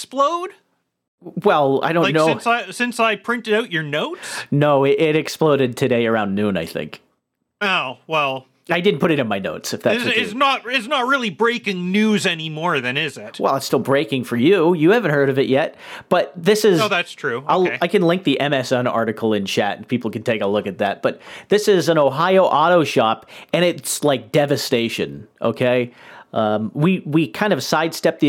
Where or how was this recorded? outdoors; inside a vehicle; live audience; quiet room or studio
quiet room or studio